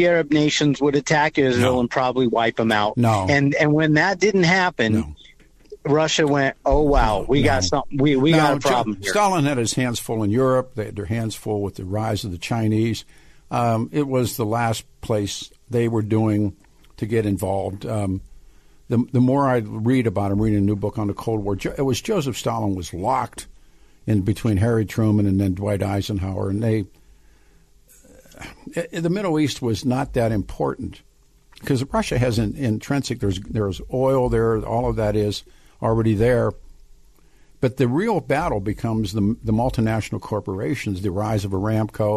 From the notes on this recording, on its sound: Open phone lines